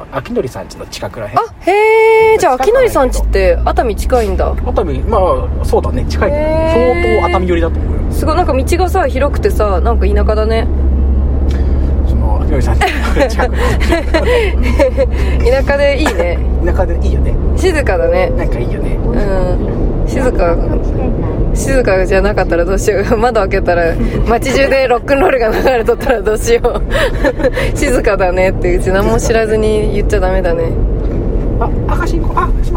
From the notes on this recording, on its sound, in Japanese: 熱海行きの車の中。熱海でのワンマン『あ〜た〜みvol.1』に向かう車中で録った番外編！！